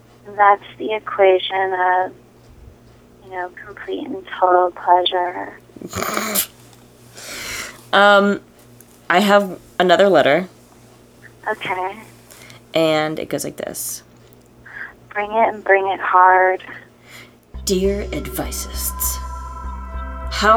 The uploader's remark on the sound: A Sexy Phone Call